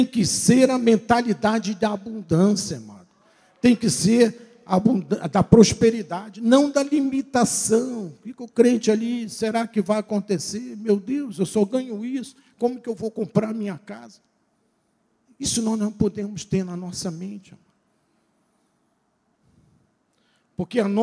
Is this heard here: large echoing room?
yes